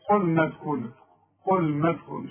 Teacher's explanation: النون دائما مرققة، والمد كمان بتاعها مرقق